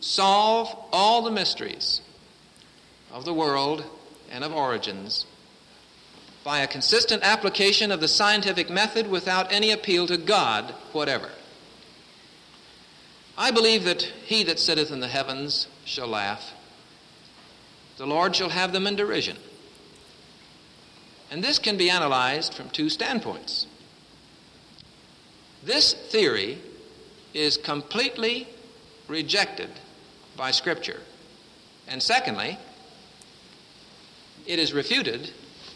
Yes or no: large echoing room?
yes